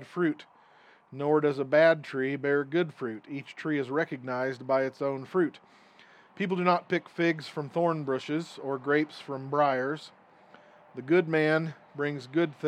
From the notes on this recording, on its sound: This recording is from an outdoor service - so you will hear highway and wind noise